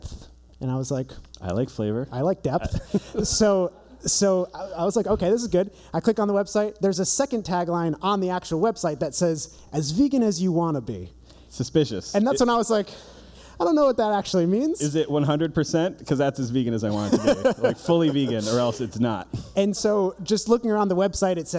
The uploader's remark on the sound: This week The Bearded Vegans present a very special live episode recorded in front of an audience at the Compassionfest Holiday Bazaar in Hamden, CT.